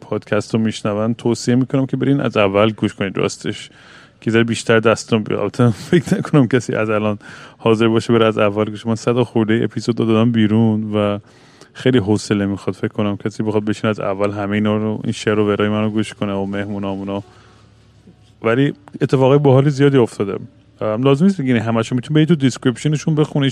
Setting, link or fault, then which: setting, busy venue